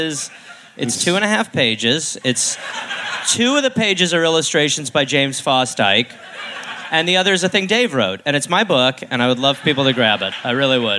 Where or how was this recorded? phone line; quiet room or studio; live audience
live audience